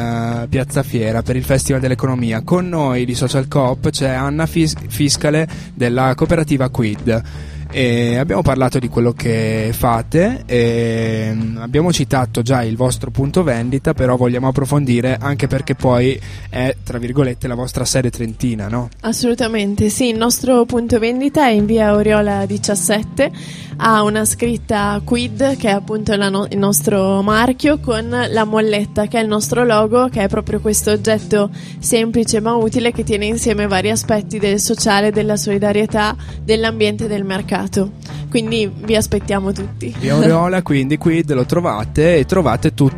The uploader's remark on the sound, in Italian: In questa puntata speciale in esterna, in diretta da piazza Fiera in occasione del Festival dell'Economia.